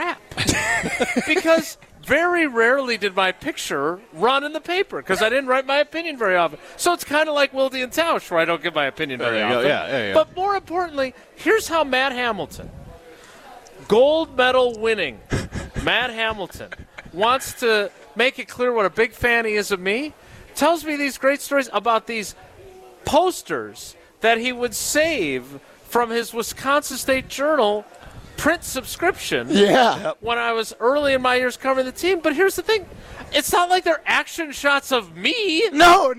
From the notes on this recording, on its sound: Live from the inaugural ESPN Madison Open.